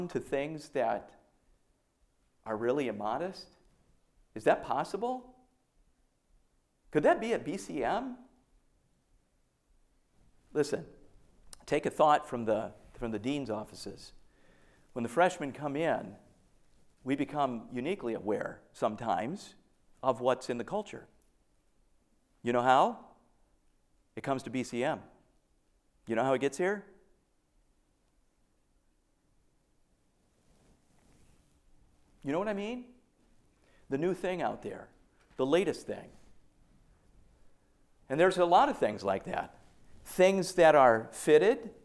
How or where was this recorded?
large echoing room